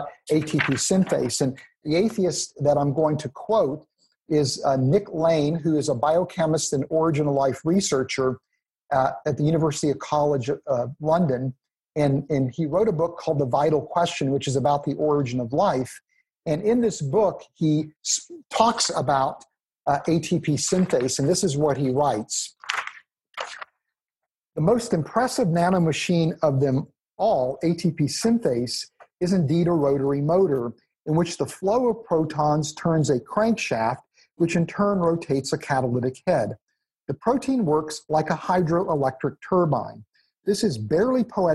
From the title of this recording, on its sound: 2020 Zoom Conference